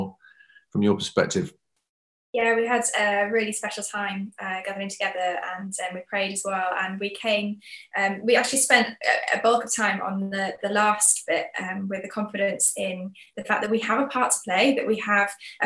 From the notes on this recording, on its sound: We gather again on Zoom.